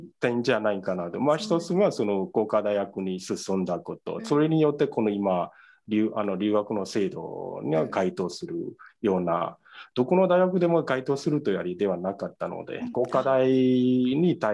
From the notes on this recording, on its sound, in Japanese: 収録場所： オンライン (Zoom)